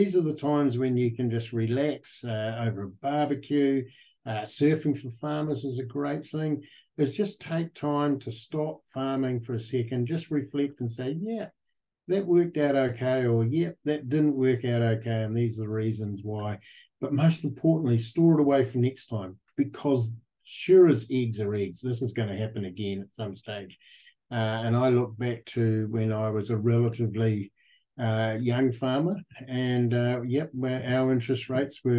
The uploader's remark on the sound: Recorded on the fourth Beef + Lamb New Zealand ‘Sow, Grow, Thrive’ webinar, 2 October 2023